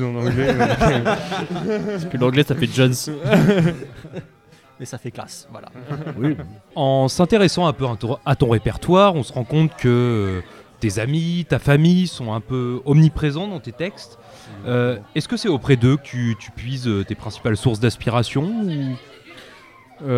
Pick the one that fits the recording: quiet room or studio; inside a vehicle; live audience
live audience